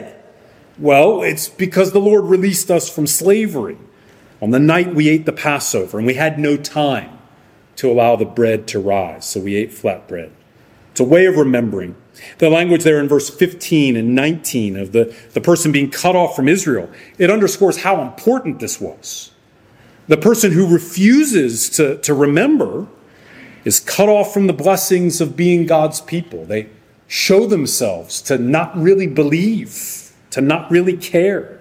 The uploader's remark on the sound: Sermon preached by Guest Preacher on August 6, 2023 at Arlington Baptist Church in Arlington, Virginia.